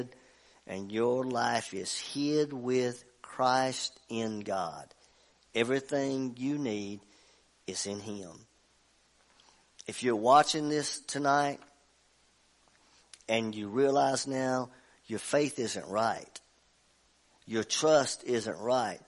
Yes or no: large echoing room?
yes